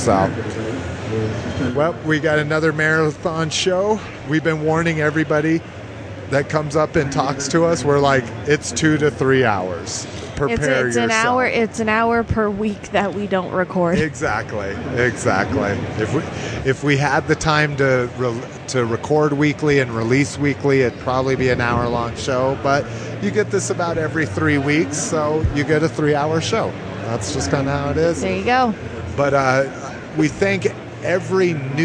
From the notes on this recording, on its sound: The show which was recorded in its entirety at the con.